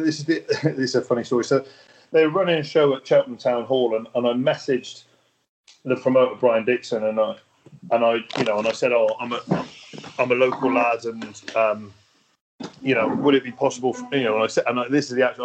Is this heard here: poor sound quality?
yes